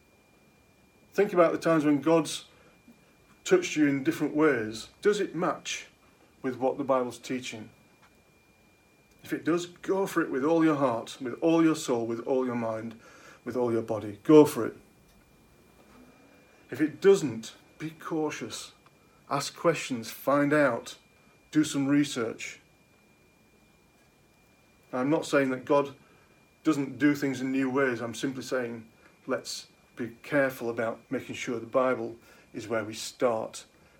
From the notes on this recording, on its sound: At King's Church, Cockermouth, as an audio file.